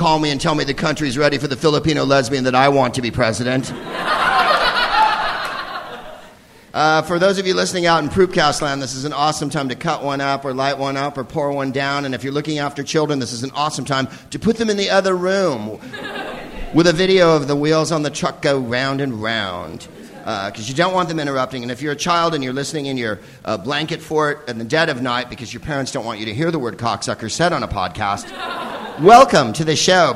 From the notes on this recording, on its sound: Live from The Upfront Theatre in Bellingham, WA